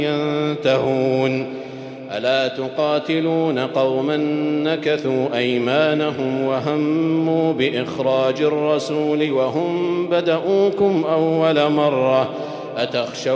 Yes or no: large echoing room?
yes